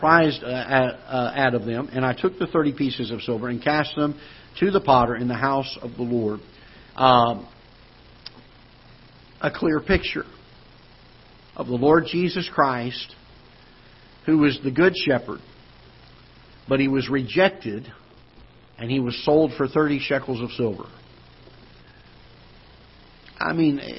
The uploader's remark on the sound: Ketha Heights Baptist Church ~ Live Broadcast